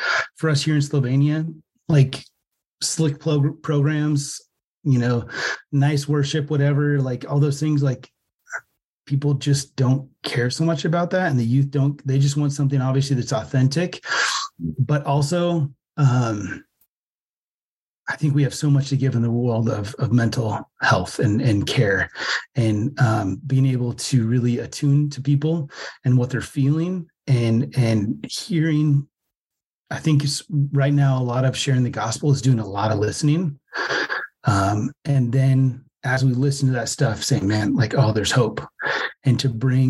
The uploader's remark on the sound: Has a Zoom interview with missionary. The audio quality on this episode is a little bit worse than usual due to recording over Zoom.